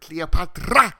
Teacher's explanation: with a big rolling R